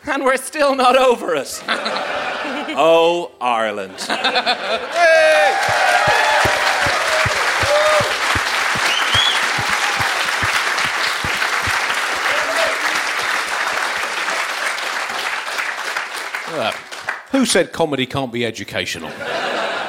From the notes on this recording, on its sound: Recorded live at the Sugar Club in Dublin – part of our UK tour and the Dublin Podcast Festival.